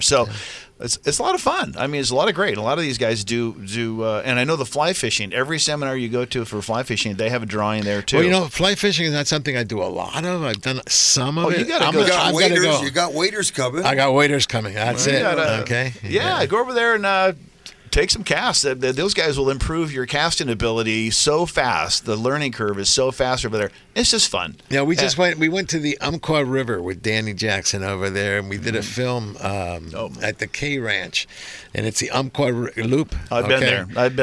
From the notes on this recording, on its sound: "LIVE" from Angel Stadium in Anaheim, CA